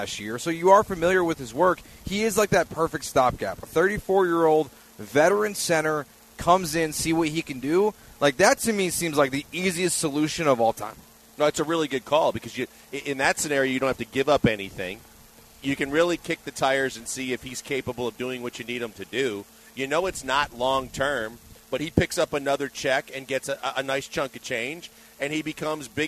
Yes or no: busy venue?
yes